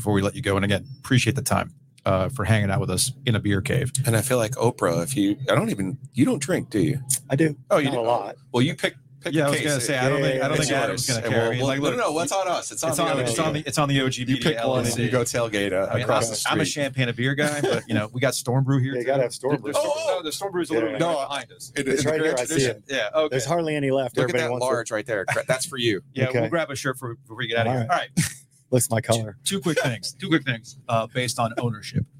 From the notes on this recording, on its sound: live from the Breeze Thru Beer Cave